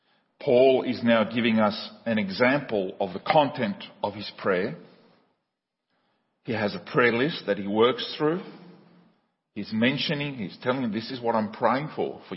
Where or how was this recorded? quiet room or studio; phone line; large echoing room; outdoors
large echoing room